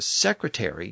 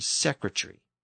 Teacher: many modern English dialects have shortened that suffix from ary to just re in a lot of words · Shown in: second take · So secretary became secretary.